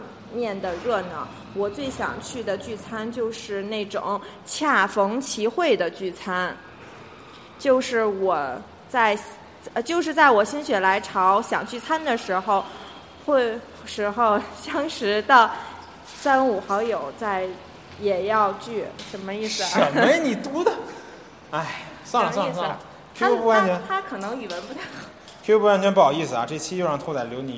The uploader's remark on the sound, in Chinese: 周年聚餐的茶余饭后。本期节目音质渣渣，不时伴有汽车和女人闲聊等噪音。